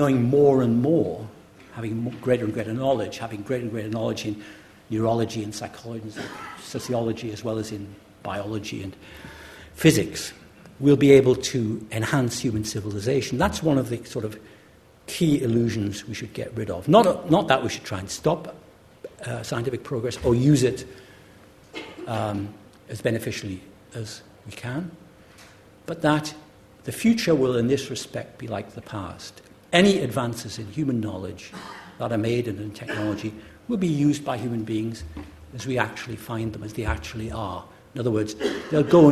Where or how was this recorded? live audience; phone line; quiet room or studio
live audience